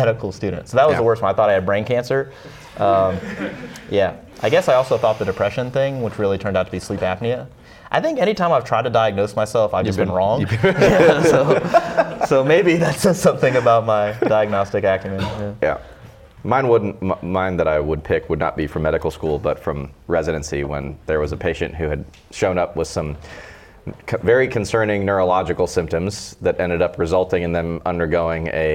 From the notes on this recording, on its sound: This Q/A was recorded at our 2019 Berlin Seminar held at Berlin Strength.